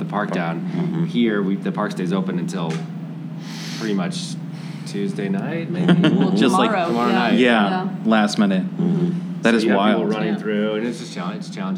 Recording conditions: live audience